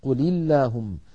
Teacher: إذن من الله حرك بالفتح، عليكم القتال حرك بالضم لأنها ميم جمع، قل اللهم التقى ساكنان، الساكن الأول اللام الساكنة من فعل الأمر قل مع اللام من اللهم، فحرك الأول بالكسر فصارت قل اللهم